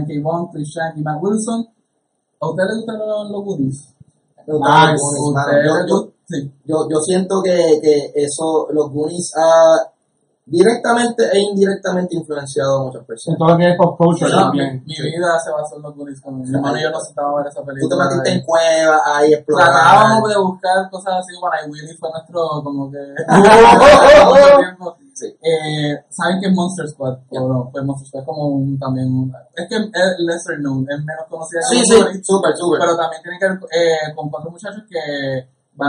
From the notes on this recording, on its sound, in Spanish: Pedimos disculpas por la calidad del sonido. Desafortunadamente tuvimos problemas técnicos con el mismo mientras grabamos el episodio.